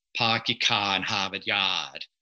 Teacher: It's non-rhotic. They're not pronouncing their R's.